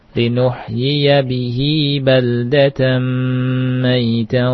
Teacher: tapi perhatikan di bihi dua harokat saja Pak ya